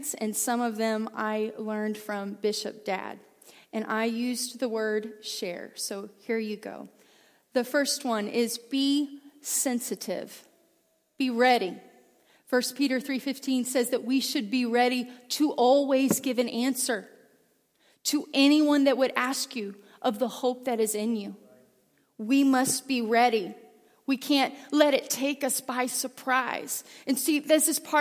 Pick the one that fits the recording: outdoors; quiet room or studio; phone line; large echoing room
large echoing room